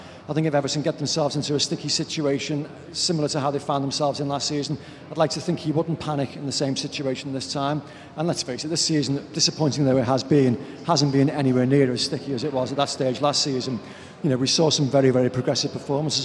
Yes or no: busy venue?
yes